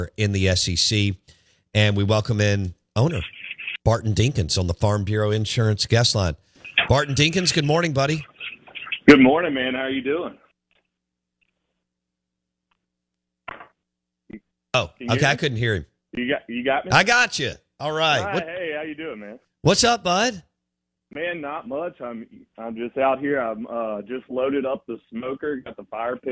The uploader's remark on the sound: joins the show on the Farm Bureau guest line